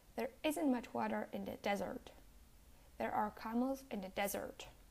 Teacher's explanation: desert with only one S has its stress on the first syllable